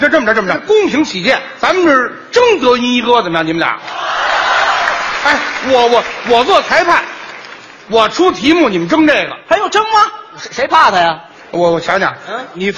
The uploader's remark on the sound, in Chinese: 在《欢乐喜剧人》舞台上表演的节目